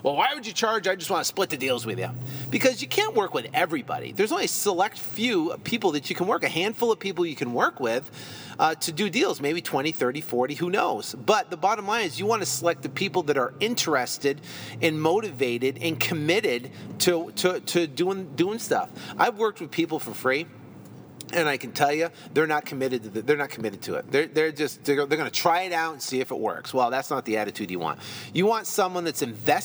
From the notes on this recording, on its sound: In this episode I’m recording from my car coming back from opening escrow on a deal were working on right now.